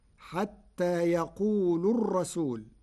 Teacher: قرأ ورش كلمة يقول برفع اللام فتصير حتى يقول الرسول.